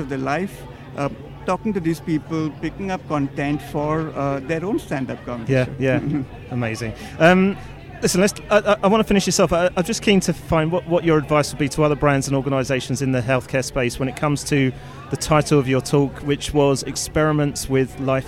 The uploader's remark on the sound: The third, final and possibly most important of our three episodes recorded at the Cannes Lions International Festival of Creativity 2018.